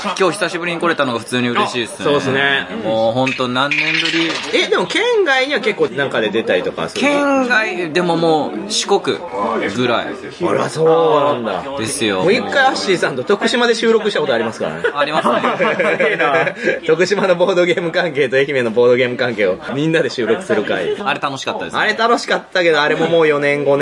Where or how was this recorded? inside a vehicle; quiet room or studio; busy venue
busy venue